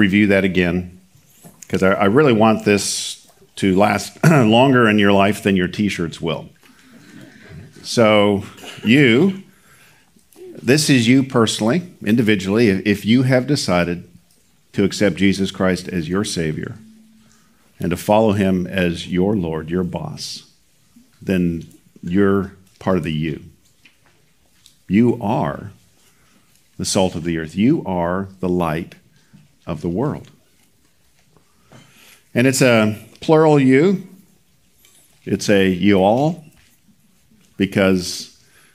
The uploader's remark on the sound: Recorded at Seabreeze Church.